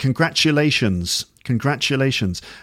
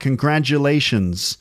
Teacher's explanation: So I'm saying congratulations, and in American, congratulations. So it's more like voiced consonant sounds than in the UK. · Shown in: second take · Term: j sound